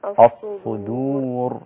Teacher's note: الدال لا تأخذ تفخيم الصاد مع الراء. الصدور.